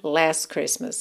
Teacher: Já a palavra anterior, last, você tem opção de pronunciar ou não, então poderia ser …, ou você pode ir diminuindo a intensidade desse T até ele sumir completamente